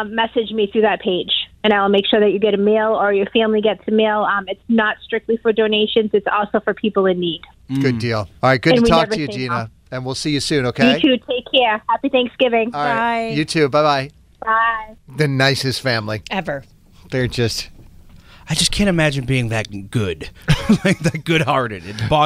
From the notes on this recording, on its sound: called